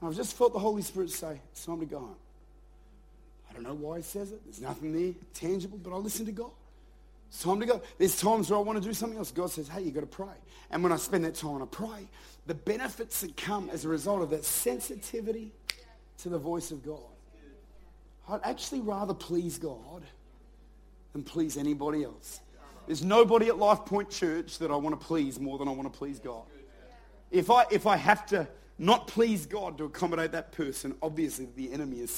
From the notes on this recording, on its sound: Recorded at Lifepoint Church, Adelaide.